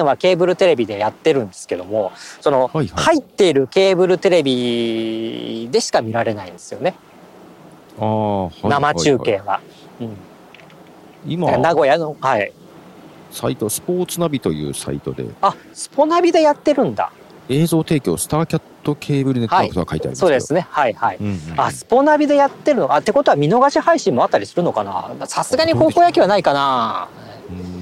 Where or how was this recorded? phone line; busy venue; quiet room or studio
busy venue